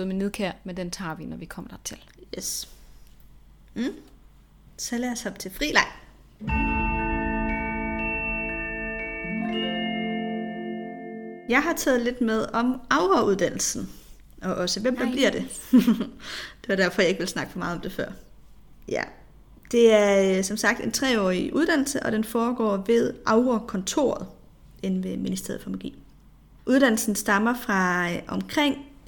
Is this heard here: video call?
no